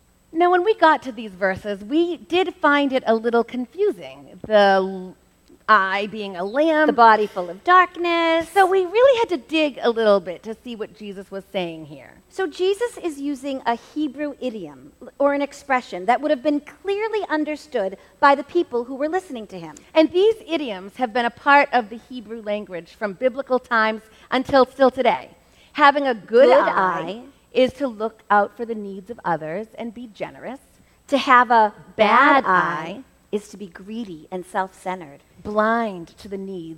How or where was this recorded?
live audience